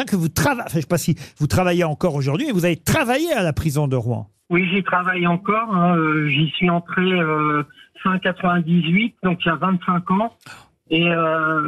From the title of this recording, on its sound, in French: LE COUP DE FIL DU JOUR